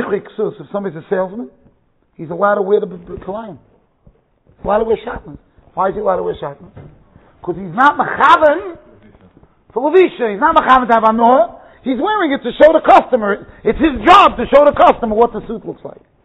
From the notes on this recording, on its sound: Shiur recorded in Yeshivas Ohr Reuven, Monsey NY.